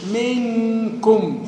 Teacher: النون هنا أقرب للإظهار حبة، صوتها باين حبة